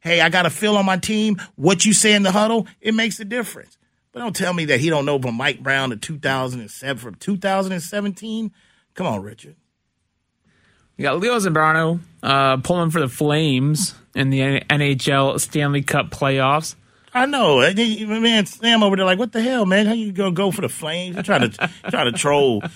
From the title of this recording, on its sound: Open Phone Lines